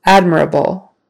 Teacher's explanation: Now the emphasis is on the first syllable.